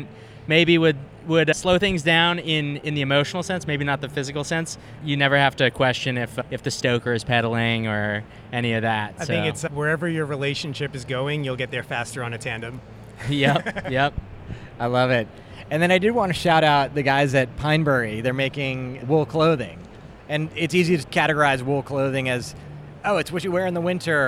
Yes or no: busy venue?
yes